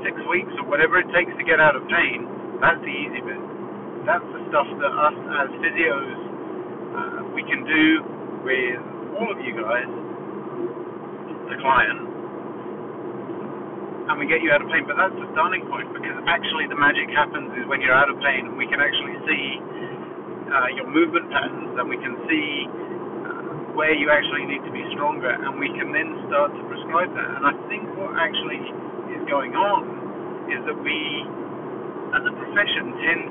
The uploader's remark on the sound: Apologies for the audio again